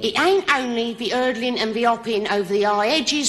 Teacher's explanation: Now drop your H's, mate.